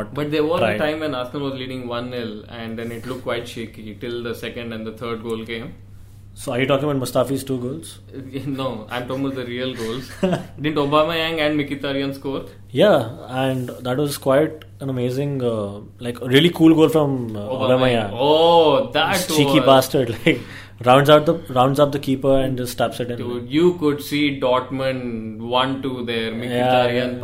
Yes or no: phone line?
no